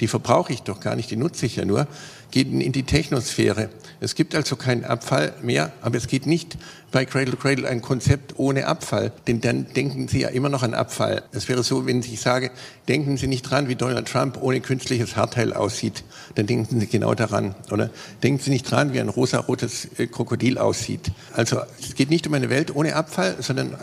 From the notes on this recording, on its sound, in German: Dann folgt die Aufzeichnung einer Podiumsdiskussion des Arts und Nature Social Club, ein Salon der Künstler, Wissenschaftler und Unternehmer zusammenbringt.